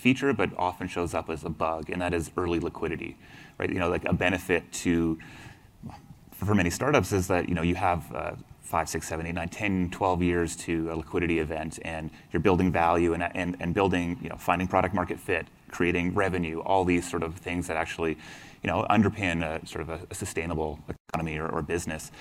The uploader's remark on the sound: The panel discussion took place on June 10, the second day of CoinDesk’s Consensus 2022 festival in Austin, Texas.